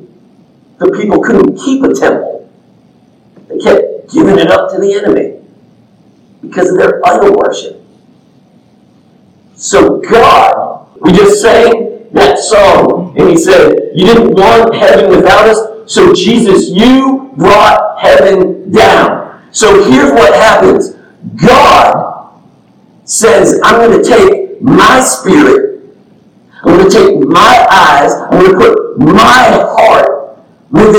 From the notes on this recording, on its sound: The audio isn't the best due to technical difficulties, but this message was too important to not upload. I apologize, and this has since been rectified.